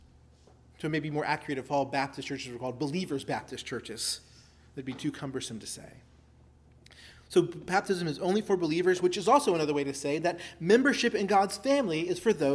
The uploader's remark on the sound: preached at Christ Our Savior Baptist Church